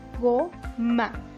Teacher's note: La sílaba tónica es go y la átona es ma.